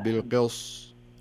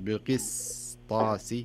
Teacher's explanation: لأن السين جاية بين حرفين كله حرف استعلاء بين القاف والطاء، فيصبح هناك شيء من الثقل في نطق السين · Shown in: first take · بحيث أنها تتأثر فتصبح بالقص والصحيح بالقس، تنطق السين بحيث أنك يعني يسمونها إتمام الحركات أو إتمام الحروف بصفاتها ومخارجها، بالقسطاسي، ما أقول بالقص، لا بالقسطاسي.